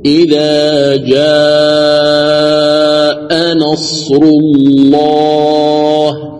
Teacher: لاحظوا هنا نصر هذه مضمومة، إذن الله تقرأ بالتغليظ فتقول إذا جاء نصر الله بالتغليظ.